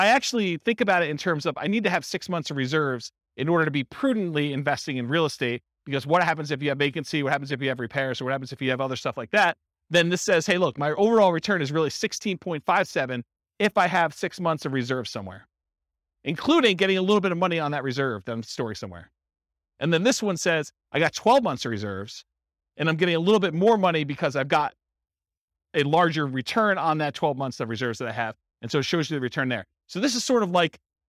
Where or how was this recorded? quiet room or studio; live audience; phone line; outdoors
live audience